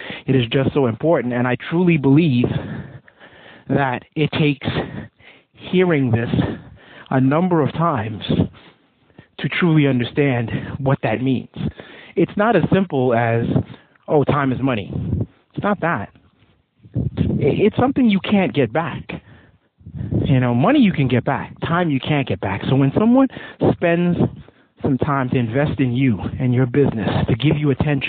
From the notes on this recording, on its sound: Admittedly a bit windy (please bear with the RAW AUDIO) as this was recorded outside. Sayville , NY.